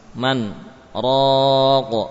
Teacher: Ini dibaca man sesuai dengan makhraj nun, man, kemudian sakt, yakni berhenti, diam sesaat. · Term: saktah